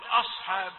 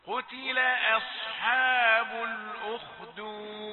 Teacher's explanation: لا تفخم الهمزة بسبب الصاد المجاورة · Shown in: second take